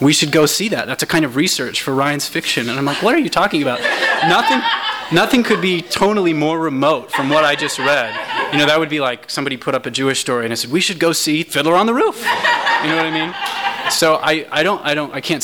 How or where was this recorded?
live audience